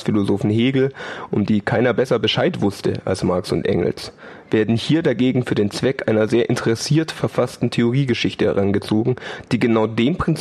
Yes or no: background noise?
no